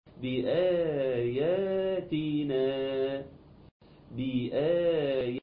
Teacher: ده مد طبيعي يمد بمقدار حركتين